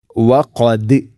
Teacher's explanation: അയ്യുമിനു ലക്കും വഖദ്, വഖദ് ദാലിനെ ശരിക്കും കേൾക്കണം, കൽക്കല ചെയ്യണം